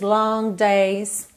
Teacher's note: Eu chego a imaginar que eu vou fazer um G aqui, eu sinto na minha laringe que eu tô formando esse G, mas eu não chego a finalizá-lo. G, g, ok? Então eu tenho long roads, long days, of sunrise to sunset.